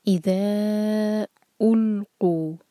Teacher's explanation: الف پر ضمہ قاف پر ضمہ، تو ہمارے ہوٹ بالکل گول ہونے چاہیے. یہاں پر او جیسی آواز نہیں آنی چاہیے، یہ ہے او، یو کی طرح آواز.